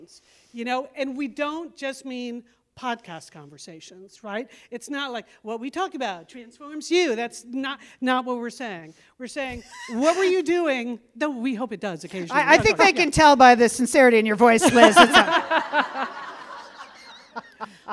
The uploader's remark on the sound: This was performed in front of a live audience at the Satellite Sisters Big Fun Weekend in Minneapolis October 14, 2023.